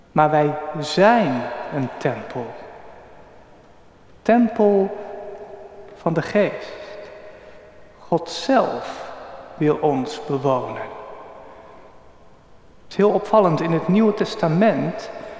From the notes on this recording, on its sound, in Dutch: Opgenomen op 16 juli 2023 in de Noorderkerk te Amsterdam.